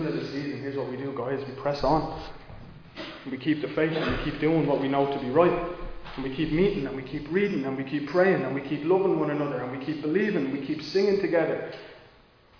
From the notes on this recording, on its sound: Recorded live in Liberty Church on 20 March 2022